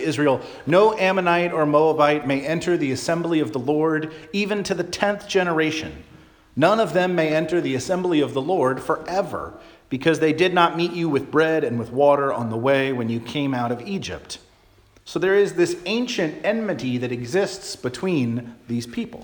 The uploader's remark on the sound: Charles Anglican Cathedral, Bremerton, WA.